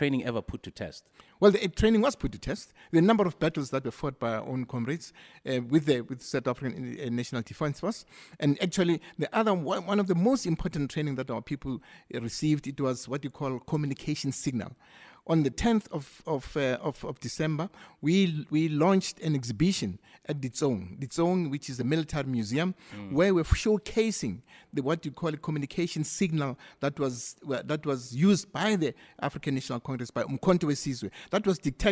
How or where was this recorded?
busy venue